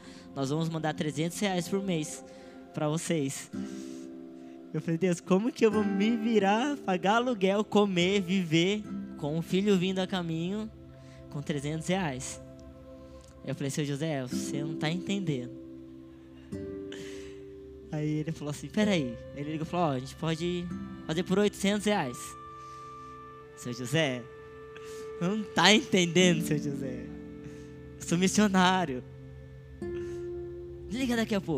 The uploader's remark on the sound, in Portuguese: Áudio do culto de Domingo do dia 11/12/2022.